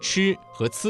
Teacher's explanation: 前者是翘舌音，后者是平舌音